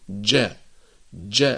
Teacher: والجيم الفصيحة أيها الإخوة محبوسة الصوت، فالمنطقة التي يخرج منها الجيم مغلقة تماما، فيقع انحباس للنفس